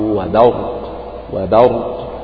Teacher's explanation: فباء برق فيه ظلمات ورعد وبرق وبرق، فلا بد أن ترقق الباء وتجعلها باء وليست ضاء، رغم أنها جاورت حرفين مفخمين هما الراء والقاف، لكن احرص على ترقيق هذه الباء